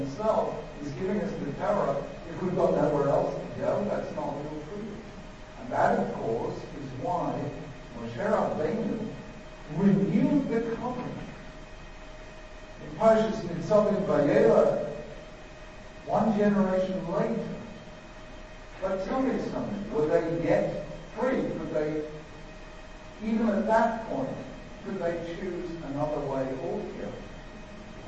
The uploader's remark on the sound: Delivered at Yeshiva University.